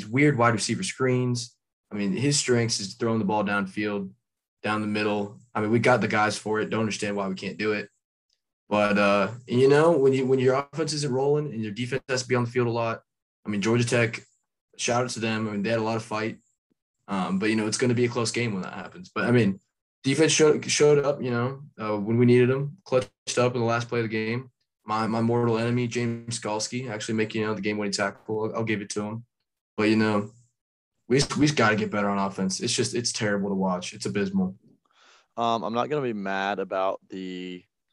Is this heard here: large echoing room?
no